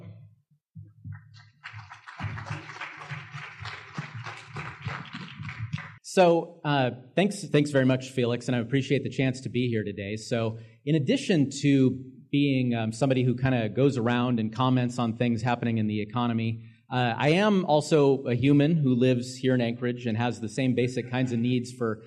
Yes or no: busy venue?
yes